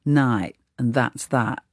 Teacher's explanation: a loss of T's in final positions in words like night and that's that, where you get a soft glottal stop instead.